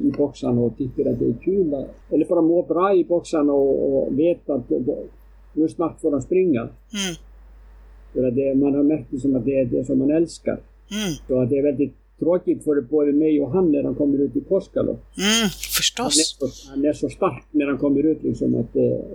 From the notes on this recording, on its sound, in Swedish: Beklagar det ngt "svajiga" ljudet!